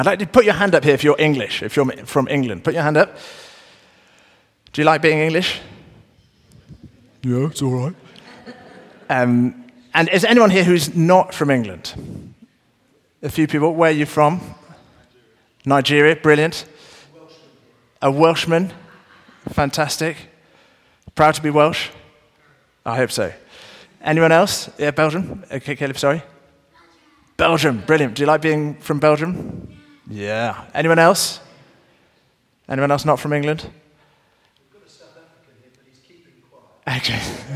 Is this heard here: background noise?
no